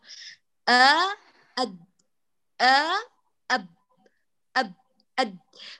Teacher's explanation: بتقرأ بالتصادم، يعني الآن بآتي بين طرفي عضو النطق وأعمل بينهما تصادم أو قرع، فبأقول أد أب، يكون منفتح بعدين أغلق، يعني يكون مقلوع في حالة قلع ثم يتم القرع.